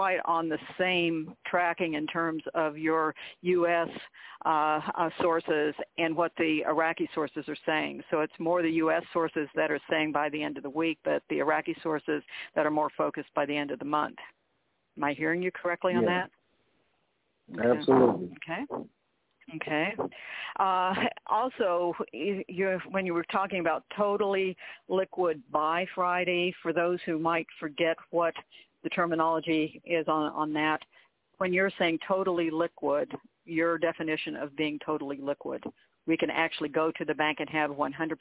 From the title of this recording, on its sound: TNTSuperfantastic Conference Call - Wednesday, June 16, 2021